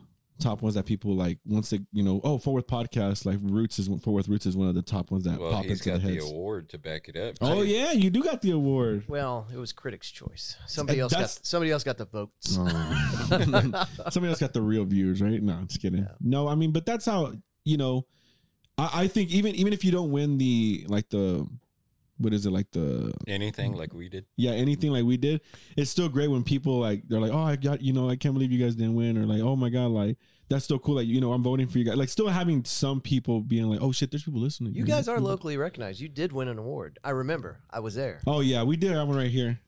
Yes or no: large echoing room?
no